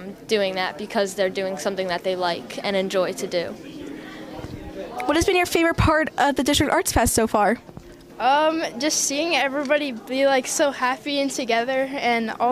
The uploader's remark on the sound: Inside Look at the Brick District Arts Fesitval. Take a walk through the District Arts Festival.